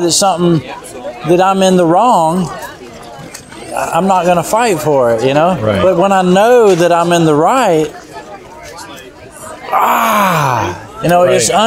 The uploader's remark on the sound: at the recent Homesteaders of America conference